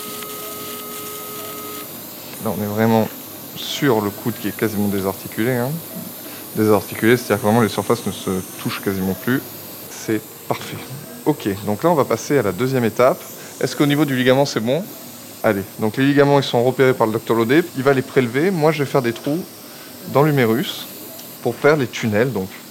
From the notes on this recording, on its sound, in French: Chirurgien spécialiste du coude au CHU de Bordeaux. Les bruits dans le bloc opératoire, ainsi que les interventions du personnel.